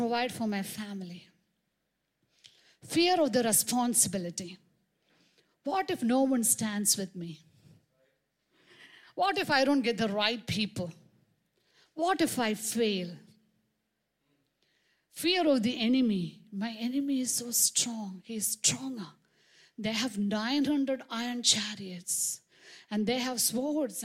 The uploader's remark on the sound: preached on 26 March 2023 at Revelation Church.